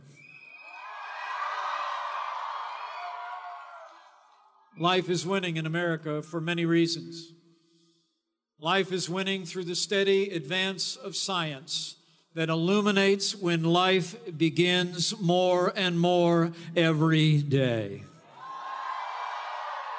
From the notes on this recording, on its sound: Speaks at the 44th March For Life.